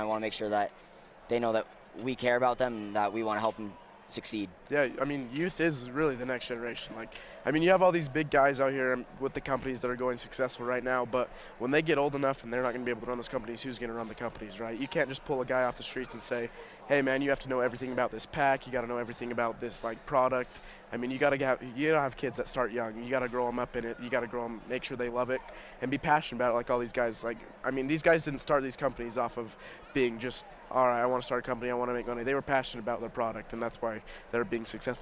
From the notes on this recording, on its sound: sit down with Living Country in the City at Hunt Expo in Salt Lake City